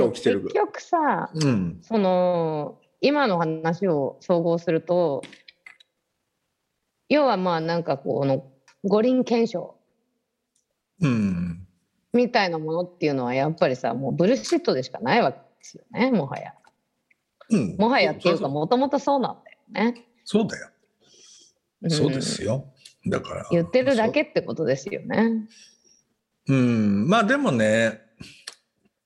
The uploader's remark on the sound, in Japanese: 本編は2021年7月16日に「Zoom」を使用し収録しています。